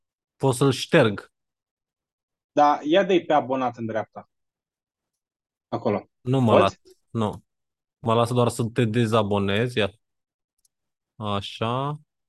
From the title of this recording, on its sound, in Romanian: Conferinta Zoom Saptamanala EcomSchool